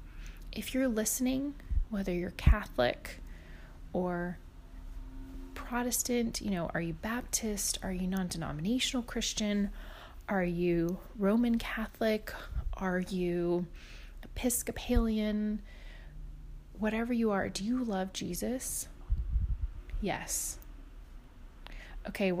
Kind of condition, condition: fault, sounds in the background